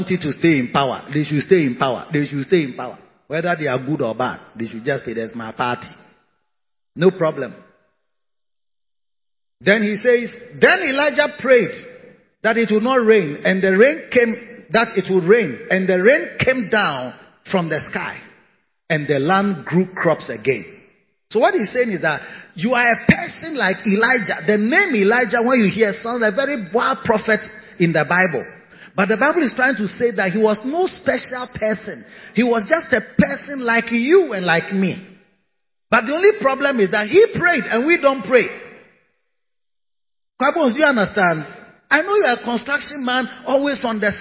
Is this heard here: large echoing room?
yes